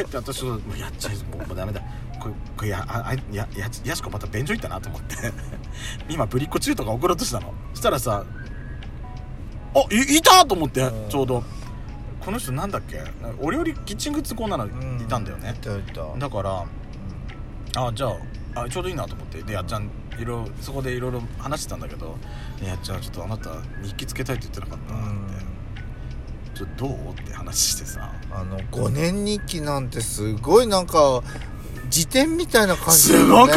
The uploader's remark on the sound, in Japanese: パーキング収録